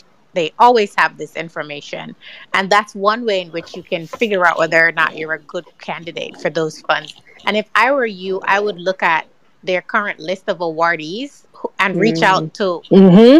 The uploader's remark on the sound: This audio is from a Live session on Fishbowl so pardon any audio issues.